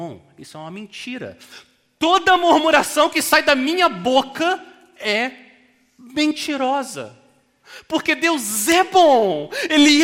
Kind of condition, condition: setting, large echoing room